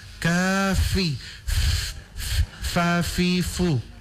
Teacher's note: huruf fa itu bukan bibir ketemu bibir, bukan pi kapi, tapi gigi atas ketemu dengan bibir di bawah